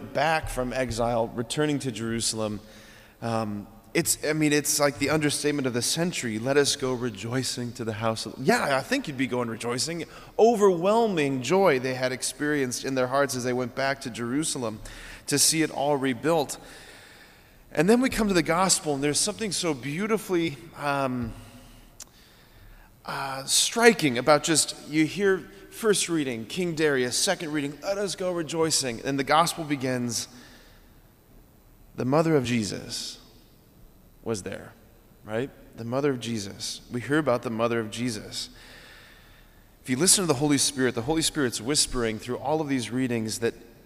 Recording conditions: large echoing room